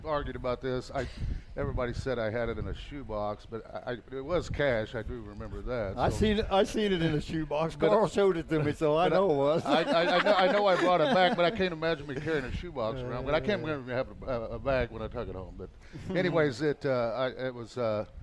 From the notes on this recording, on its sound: Live from The Kings Royal. Night #3 from Eldora Speeday.